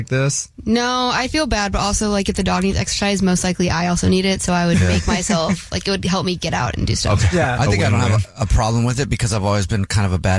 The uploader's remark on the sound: There is a woman on the phone